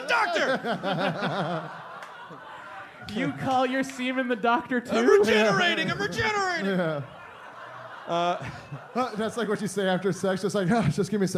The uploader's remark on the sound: Recorded at Just for Laughs Montreal on July 30th, 2011